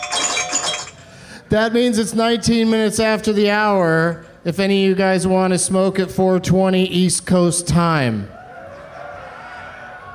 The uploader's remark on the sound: Live from the Pemberton Music Festival in Pemberton, BC